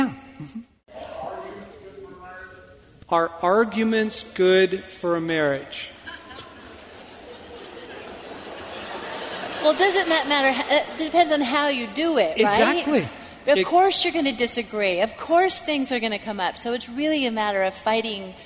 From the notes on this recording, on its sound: Q&A time from the Love & War tour